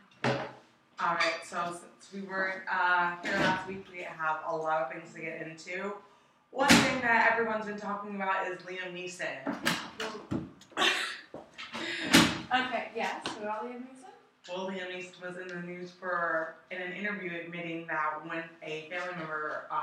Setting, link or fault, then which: fault, poor sound quality